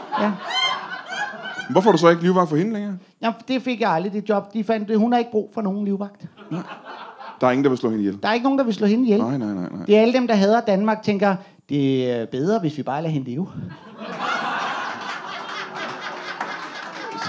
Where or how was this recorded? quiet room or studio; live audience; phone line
live audience